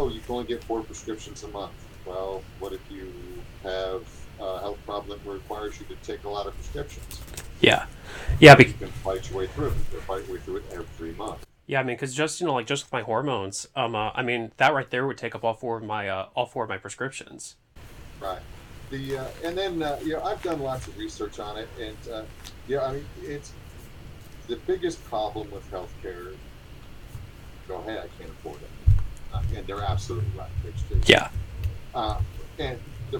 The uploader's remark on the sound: The single-track recording I used had a significant imbalance between him and I.